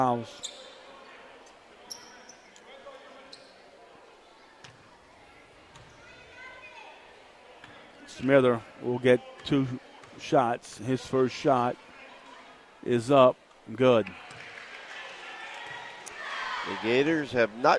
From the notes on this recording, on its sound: Audio from Coastal Broadcasting's live coverage of the LCO vs Bayou Blue girls and boys basketball games. Game was broadcasted live on KLEB 102.7FM and 1600AM.